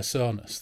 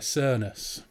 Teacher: But in Hull, a really hardcore Hull person wouldn't say Sonus, they'd say Sernus. So they pronounce O like almost like a long ER. · Shown in: second take